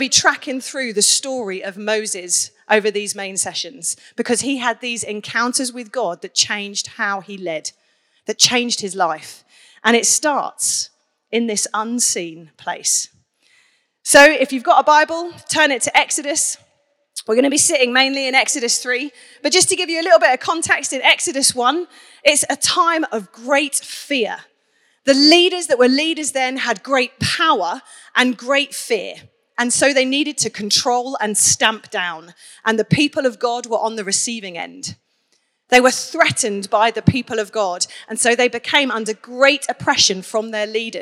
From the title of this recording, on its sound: Onelife Conference 2023